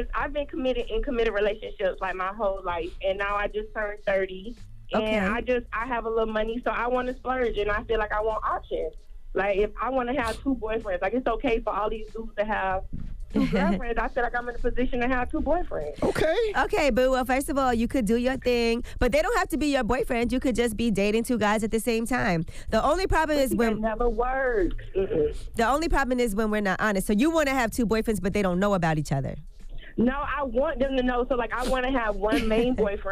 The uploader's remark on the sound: Today on the show we opened up the phones to the parents that listen to the show